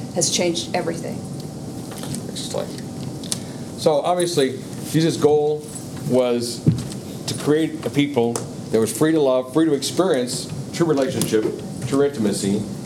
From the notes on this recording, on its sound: Today’s audio comes from the National Disciple Making Forum by Discipleship.